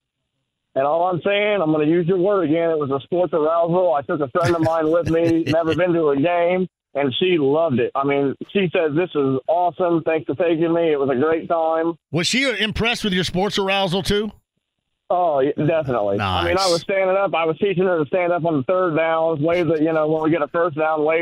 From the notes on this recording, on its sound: He then takes some calls from listeners of the show. Takes some more phone calls from listeners of the show!